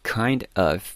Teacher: kind of 其实就是把后面的这个 v 给丢掉了 · Term: 很美语化的